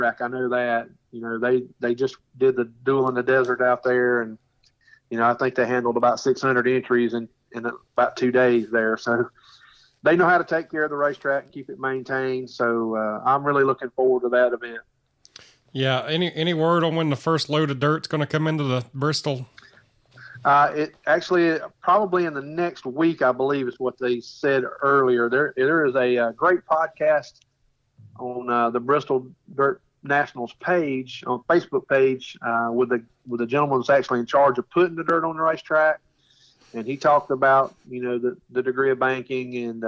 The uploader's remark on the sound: on the phone